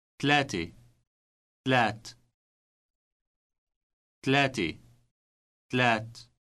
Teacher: Note how the A ending has been dropped.